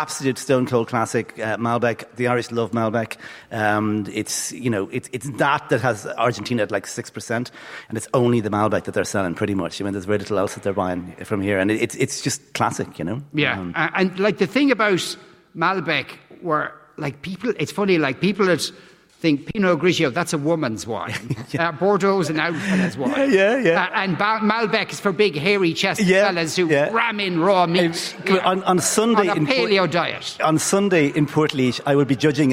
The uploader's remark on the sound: LIVE from Triskel Arts Centre in Cork.